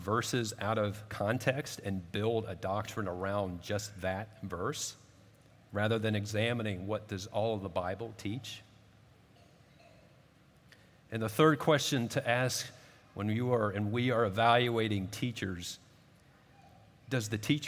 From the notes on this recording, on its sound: At Redeemer Presbyterian Church in Charleston, SC